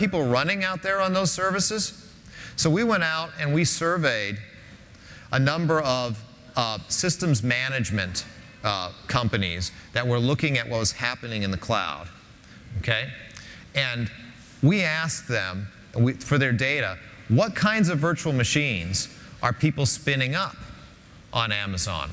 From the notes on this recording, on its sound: Linuxtag10. In this keynote presentation.